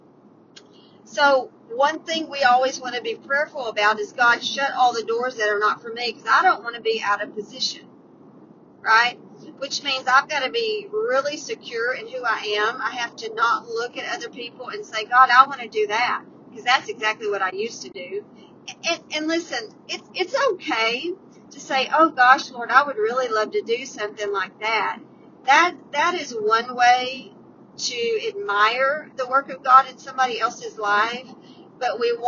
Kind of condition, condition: setting, inside a vehicle